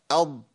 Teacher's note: ده الضاد يا شيخ من حافة اللسان مع الأضراس العليا